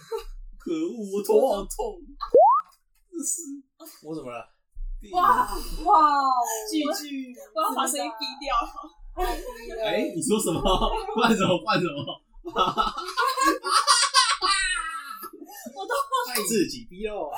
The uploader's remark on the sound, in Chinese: 其實這是第一次錄音的檔案辣!!!音質請大家多多包涵。